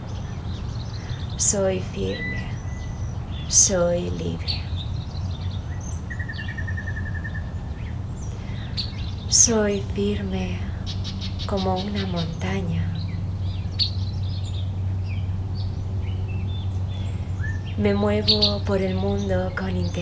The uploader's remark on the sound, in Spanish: esta sesión está grabada en directo y desde mi jardín, así que el sonido no es 100% nítido